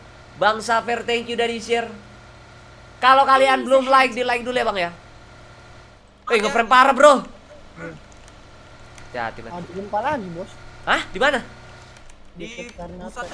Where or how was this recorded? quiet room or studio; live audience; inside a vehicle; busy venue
inside a vehicle